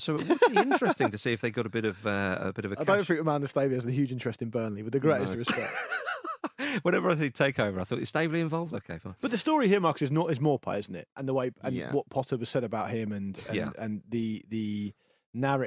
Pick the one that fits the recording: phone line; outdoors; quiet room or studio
quiet room or studio